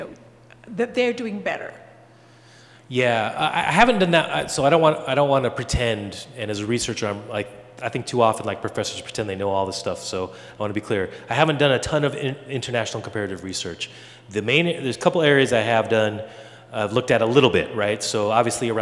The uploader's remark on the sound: A LIVE conversation at Beloit College. Hear the live conversation and audience Q&A!